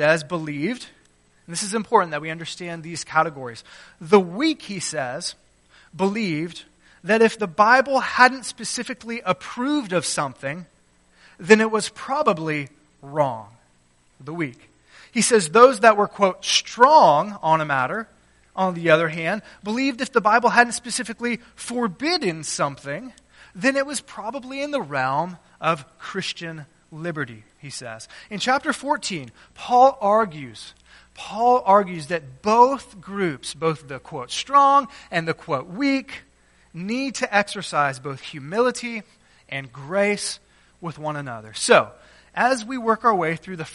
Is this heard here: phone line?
no